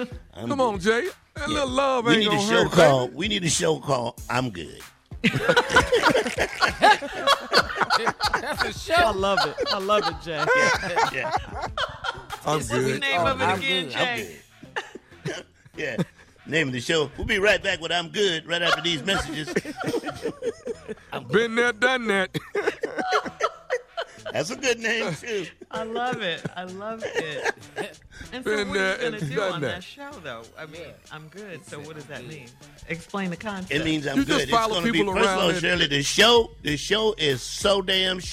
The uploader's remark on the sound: calls the dude at valet parking